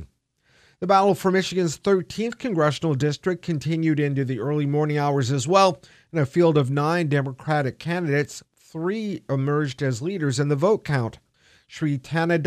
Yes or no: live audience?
no